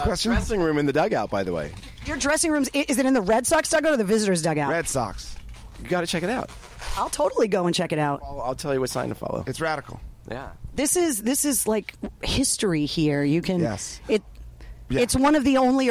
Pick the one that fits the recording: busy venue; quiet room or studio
busy venue